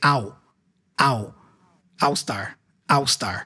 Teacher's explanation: And also in Portuguese, we don't pronounce the L like we do in English, like O. We usually pronounce the L as a U sound. The L for us sounds like a ooh many times.